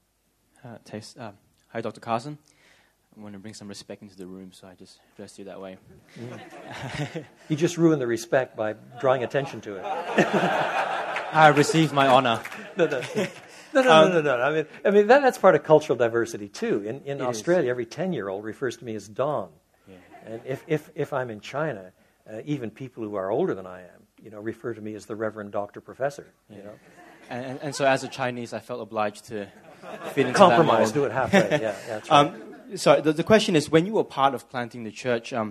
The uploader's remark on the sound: Answers questions on the future of church planting from an audience of Australian church planters.